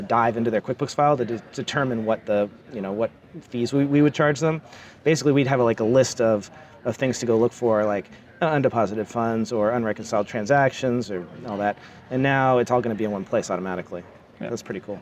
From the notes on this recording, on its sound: LIVE from QuickBooks Connect! LIVE at QuickBooks Connect in San Jose.